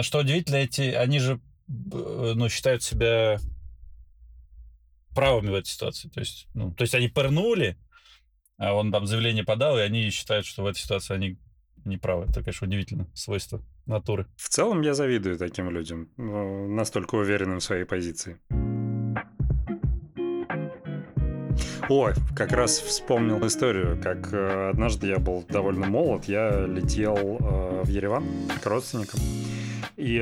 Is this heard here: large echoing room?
no